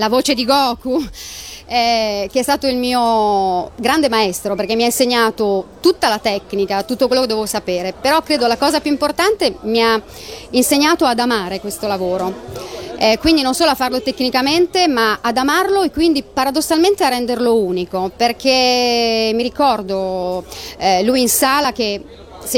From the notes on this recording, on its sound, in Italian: Direttamente da Lucca Comics & Games 2011